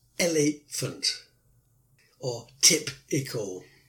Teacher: you add two shorter and less stressed bits at the end · Term: dactyl